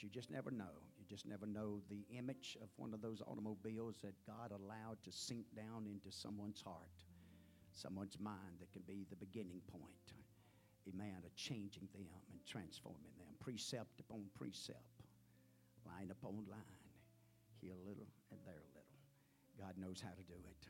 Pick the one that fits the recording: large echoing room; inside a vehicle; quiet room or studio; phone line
large echoing room